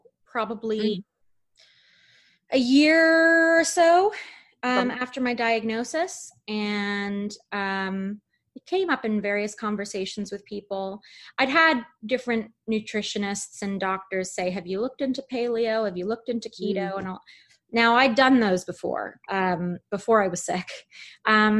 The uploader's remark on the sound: This episode was initially recorded for a FB Live appearance